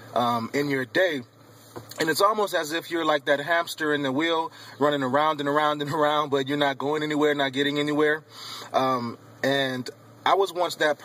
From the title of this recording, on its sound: Podcasting from my car